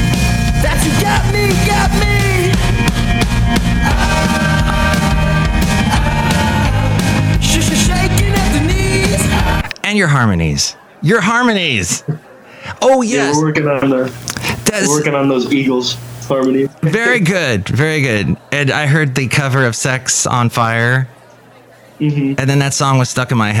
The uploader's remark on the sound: podcasts live from Café Anyway